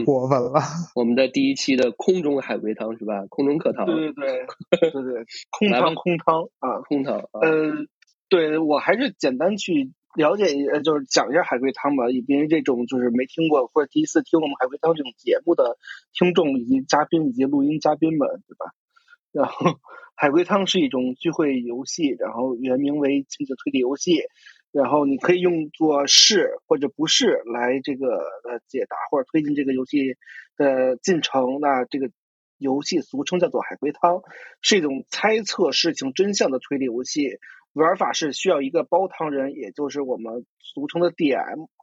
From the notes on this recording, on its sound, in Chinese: 是我们第一次尝试线上录制，音质效果欠佳